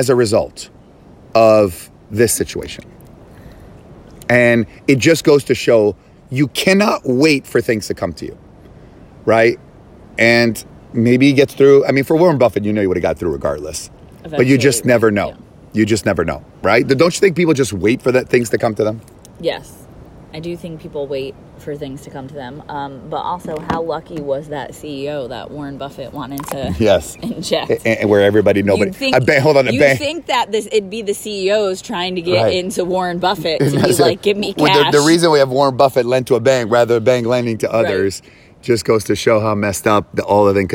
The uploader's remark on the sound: recording in Bali from the cliffs above Pandawa Beach